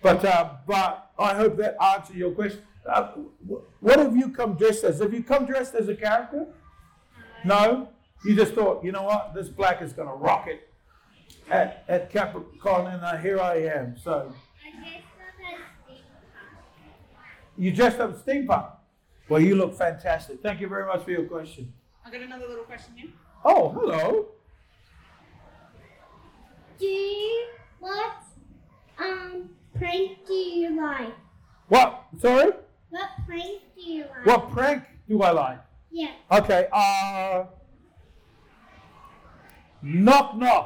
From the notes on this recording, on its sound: Capricon 2019. A Q & A with the audience. Apologies for the audio this week.